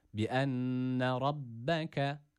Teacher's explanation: Bi enne rabbeke kelimesindeki şeddeli olan B, az önce ifade etmiştik ya, şeddeli olan nun ve mimin dışındaki şeddeli olan harflerde bir gunne, bir tutma yapılmaz. Buradaki şeddeli olan B'yi ne yapıyoruz? Sadece bu harfi 2 kere okutup geçiyoruz. Bi enne rabbeke, yani rabbeke diye tutmuyoruz kesinlikle.